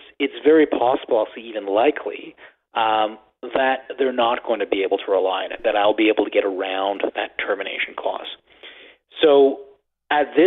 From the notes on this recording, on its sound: answer these questions as well as your phone calls